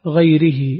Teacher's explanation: قرأ الكسائي، قرأها بخفض الراء وكسر الهاء